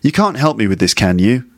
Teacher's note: can is pronounced fully, but can't is still that sort of weak form without strong T sound.